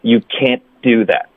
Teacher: can't 如果后面带一个辅音开头的字，那这里 can 结尾的 t 呢会省略，我们会尽量导致一个干脆停顿